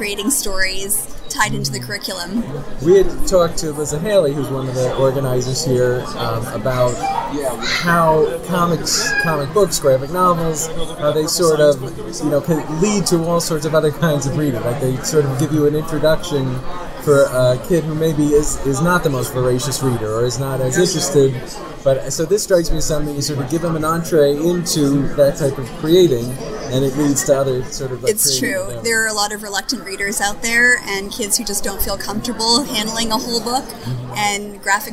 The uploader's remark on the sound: recorded this month's podcast from the middle of the Boston Kids Comics Fest, held at Pine Manor College April 27